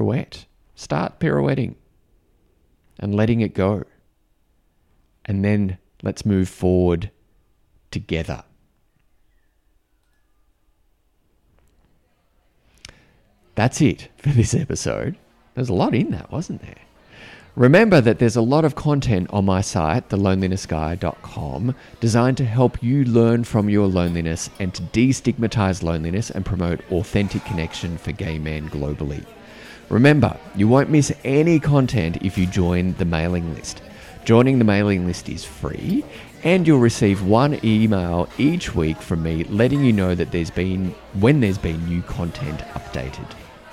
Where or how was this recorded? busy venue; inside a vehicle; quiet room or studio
busy venue